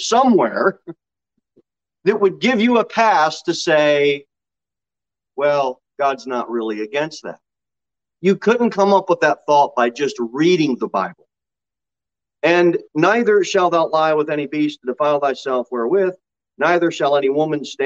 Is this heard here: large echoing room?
yes